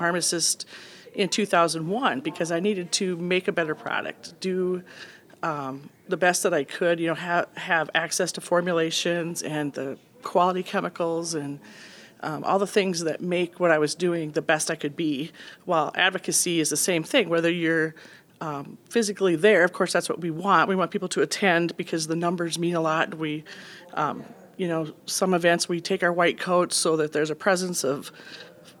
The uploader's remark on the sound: Recorded live at the 2019 HRT Symposium in Las Vegas, Nevada.